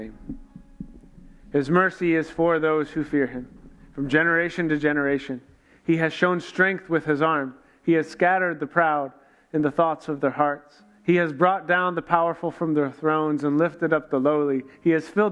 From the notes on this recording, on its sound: This week was a live event built around a narrative arc to prepare us from Christmas Eve. We tried to record as much as we could so you can get a taste of the morning.